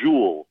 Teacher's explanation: So the way it sounds to me is like Jules, like the ZH at the beginning that rhymes with Jewel.